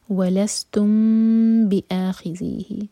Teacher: M T میم کے بعد با، تو اخفا شفوی